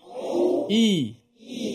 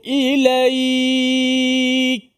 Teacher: huruf Hamzah pada kalimah ilaik. Di pangkal kerongkong kita.